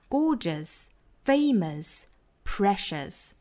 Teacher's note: 大家一定要注意 OU 字母组合是不卷舌的，是不能发成 R 的音的